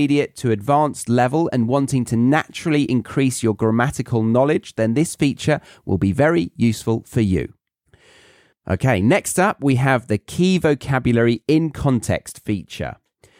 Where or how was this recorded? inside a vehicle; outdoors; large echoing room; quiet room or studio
quiet room or studio